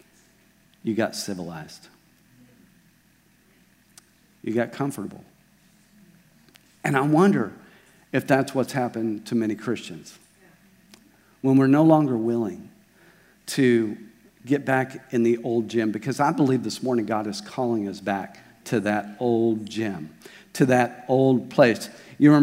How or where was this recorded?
large echoing room